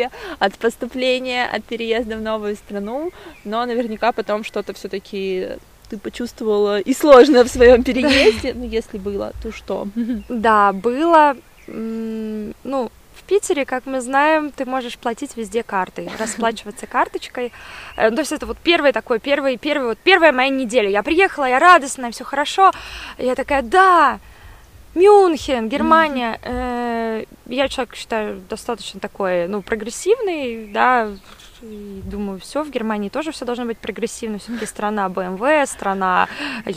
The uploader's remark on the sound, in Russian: Выпуск записывался в парке, поэтому на фоне поют птички и иногда пробегают собачки.